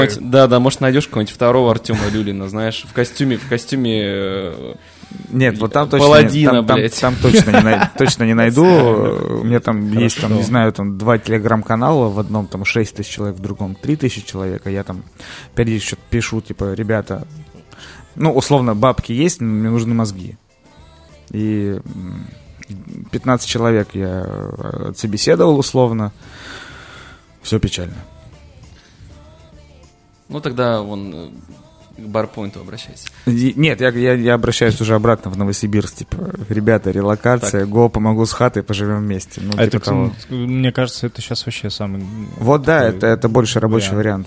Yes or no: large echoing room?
no